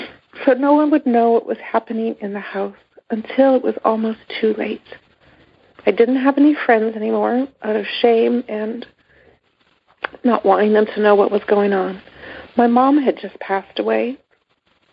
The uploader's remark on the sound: Monday Noon Phone Speaker Series